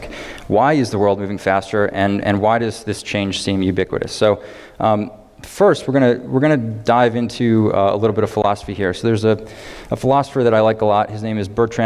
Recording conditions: live audience